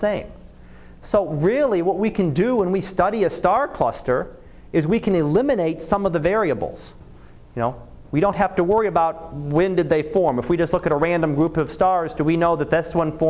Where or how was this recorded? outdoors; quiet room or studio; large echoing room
large echoing room